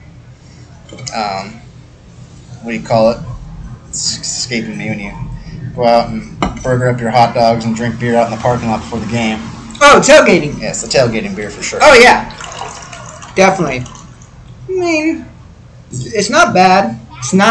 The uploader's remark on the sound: Lot of noise and terrible microphone!